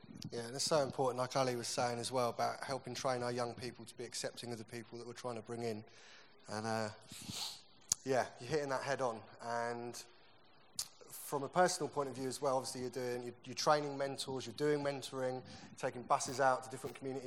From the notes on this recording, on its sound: Recorded at the 2018 Newday Youth Worker's Weekend